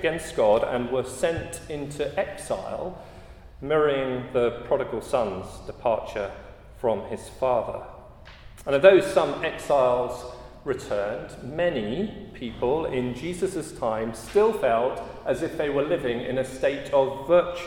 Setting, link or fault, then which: setting, large echoing room